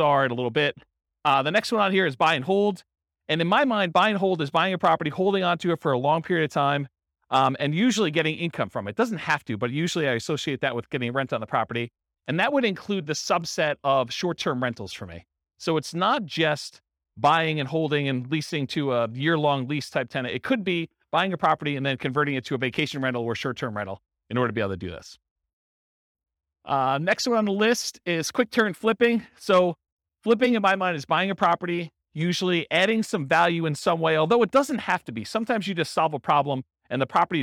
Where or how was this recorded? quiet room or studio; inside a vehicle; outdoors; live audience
live audience